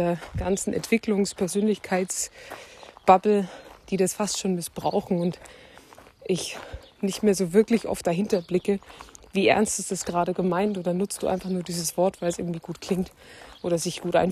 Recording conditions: phone or laptop microphone